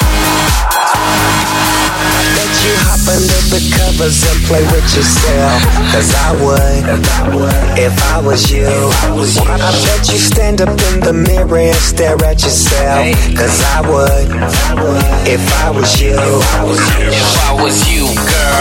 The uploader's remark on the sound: LIVE from Vanity Nightclub, Australia